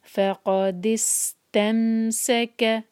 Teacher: سین پر سیٹی جیسی آواز آنی چاہیے